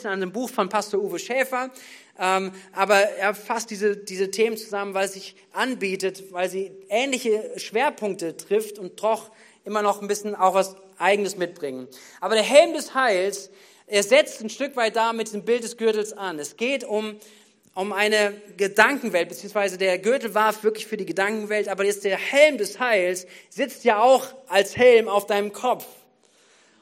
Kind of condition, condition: setting, large echoing room